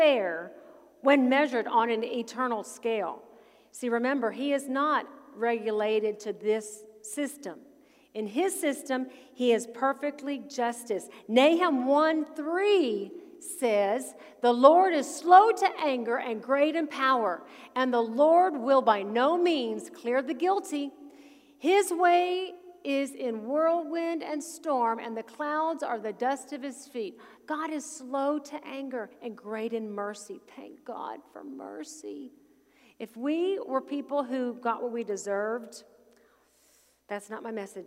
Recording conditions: large echoing room